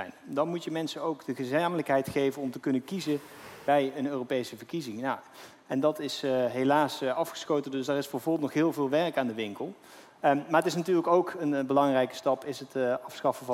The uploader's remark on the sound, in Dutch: Live vanaf het nationale congres. Live vanaf het Volt Nederland congres in de Jaarbeurs Utrecht.